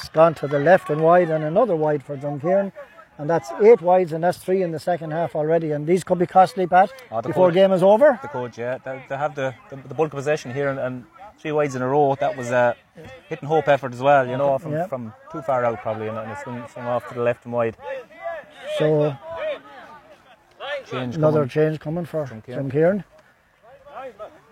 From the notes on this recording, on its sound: Full Live Audio Commentary from Dromod.